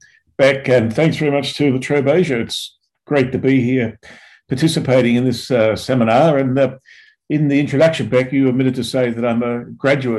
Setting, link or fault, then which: link, video call